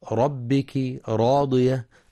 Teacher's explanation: وكلمة ربك راضية الراء مفخمة لأنها مفتوحة